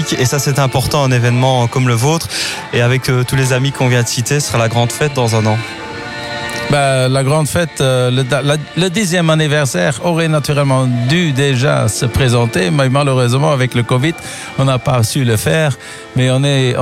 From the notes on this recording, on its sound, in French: À l'occasion de l'édition 2023 de la Vintage Cars & Bikes à Steinfort, Pep's Radio y était en direct.